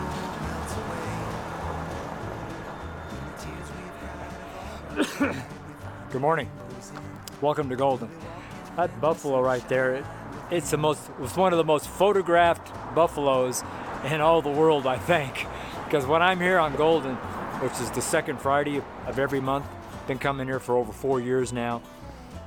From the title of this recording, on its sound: FRIDAY STREET SERMON